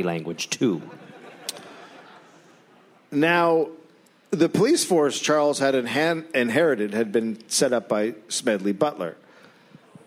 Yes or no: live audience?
yes